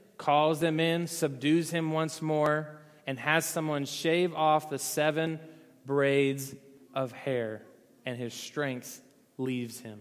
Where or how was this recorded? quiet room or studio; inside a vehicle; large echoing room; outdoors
large echoing room